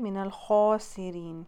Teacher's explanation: खा जो है वो भारी लेटर है, उसको ओ की साउंड में लेके आइए